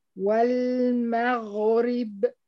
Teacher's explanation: ثبتي عند مخرج الغين وأتي بها مجهورة دون همس